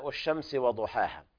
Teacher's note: قال تعالى: والشمس وضحاها. هنا الشين طبعا فيها التفشي، واللام لام شمسية حكمها الإدغام، لا تظهر